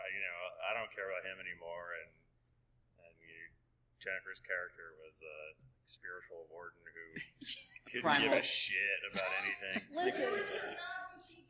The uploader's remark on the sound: The audio is a little rough, and we did what we could to fix it